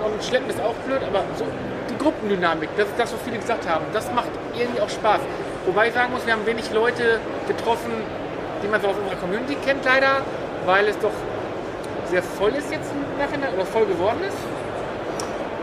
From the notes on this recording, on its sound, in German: Quickie live von der Gamescom 2022. Live von der Messe.